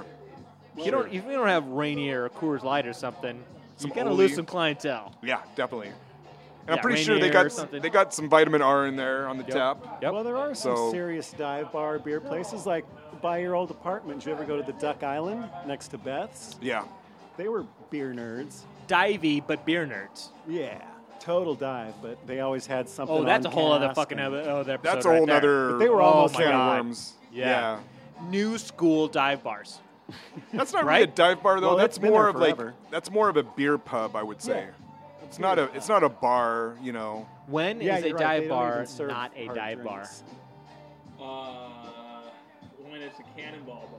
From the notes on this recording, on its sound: Recorded live at Woody's Bar on Aurora.